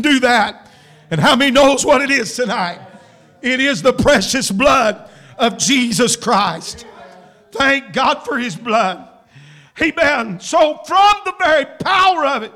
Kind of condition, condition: setting, live audience